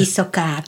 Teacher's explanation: nincs két hosszú magánhangzó, az éjszakák az hosszú, rövid, hosszú